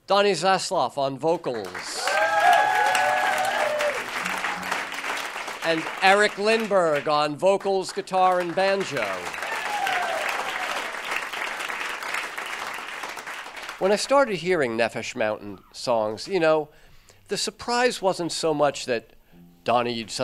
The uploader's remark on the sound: Live From The Greene Space. Plays a live set in The Greene Space.